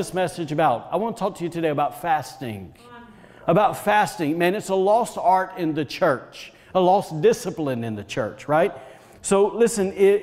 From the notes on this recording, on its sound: During service at The Anchor Church in Rockport, Maine.